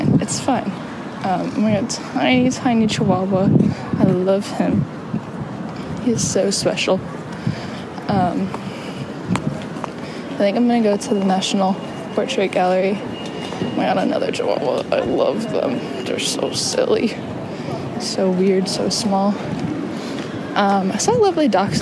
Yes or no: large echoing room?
no